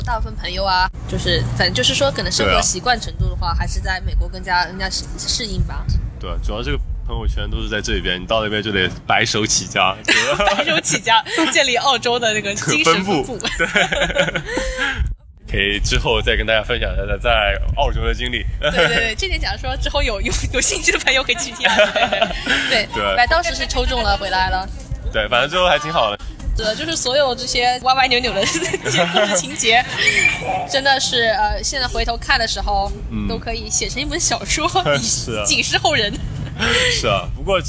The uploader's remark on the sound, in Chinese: 户外录音，稍有杂音，多谢谅解